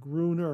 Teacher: I reckon the second syllable should be a schwa sound. The ner part is given less emphasis and is to be usually less clear.